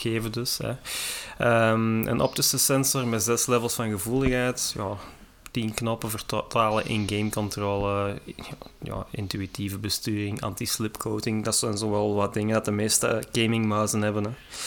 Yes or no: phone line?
no